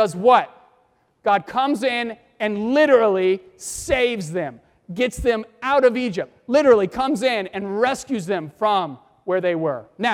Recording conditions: large echoing room